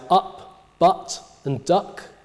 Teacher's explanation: in the south, you get ah in words like up, but, and duck. In the north, you get up, but, and duck.